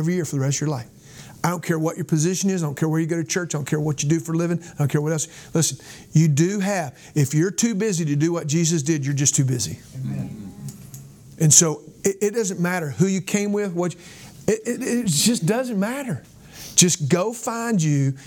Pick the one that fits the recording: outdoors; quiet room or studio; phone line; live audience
live audience